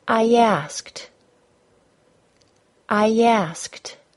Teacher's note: In the phrase, I asked, the first word ends in a long I, and the following word begins with a short A. To fluidly link the words together, we add a Y sound between them.